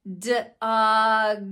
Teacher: If you were to choose a word such as dog, it's much trickier to do this continuous or successive blending because d, the beginning of dog, can't be held out. So I could, I guess, try to go dog because my vowel can be held out, but it's hard when it's a stop sound in the beginning.